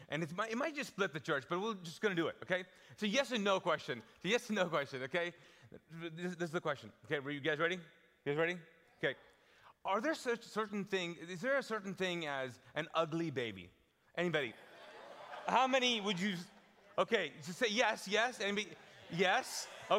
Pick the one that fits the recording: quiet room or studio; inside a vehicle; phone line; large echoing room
large echoing room